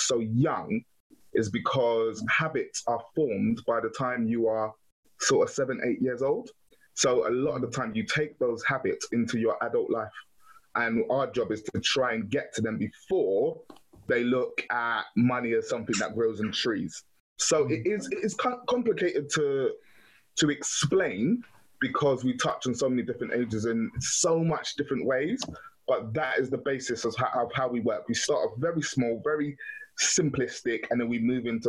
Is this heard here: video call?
yes